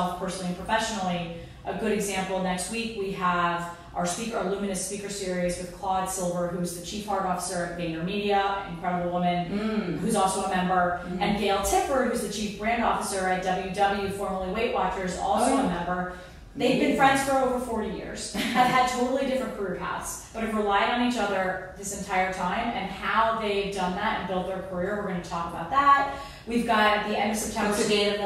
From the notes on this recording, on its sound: This was filmed LIVE at Luminary NYC.